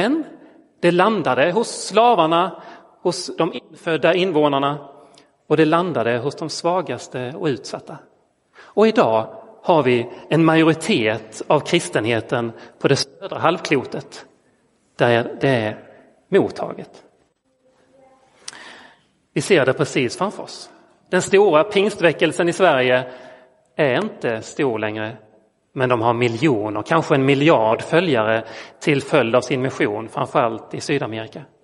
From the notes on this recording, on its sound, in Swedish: Inspelad i Roseniuskyrkan den 16 oktober 2022.